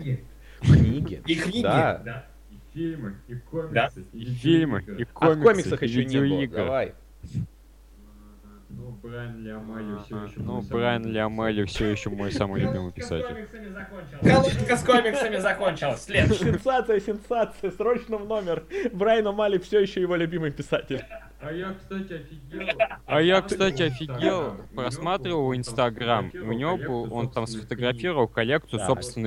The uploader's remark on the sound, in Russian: Записанный в не очень высоком качестве. Являющийся, по сути, просто болтовнёй трёх друзей.